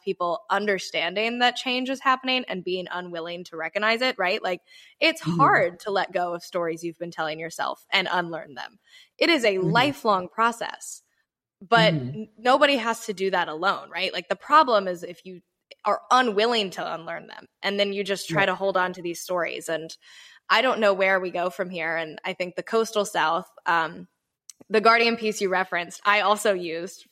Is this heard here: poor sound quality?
no